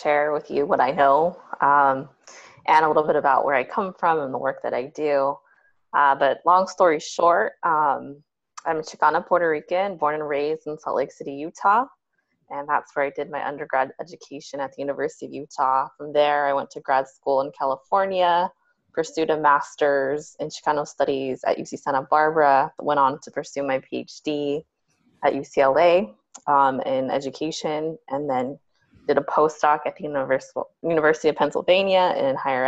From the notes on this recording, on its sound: On this episode, I Zoom